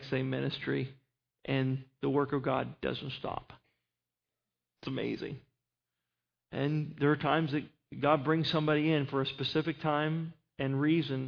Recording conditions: large echoing room